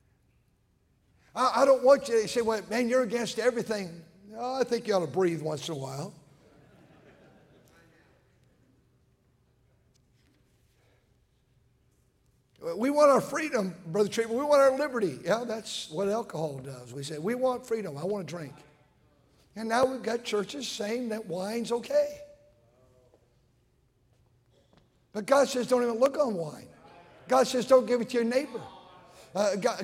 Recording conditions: large echoing room